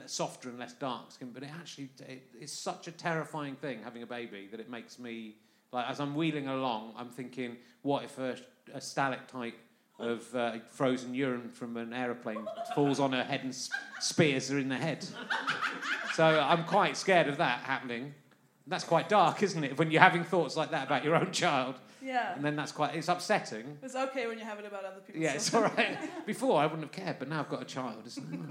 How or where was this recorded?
live audience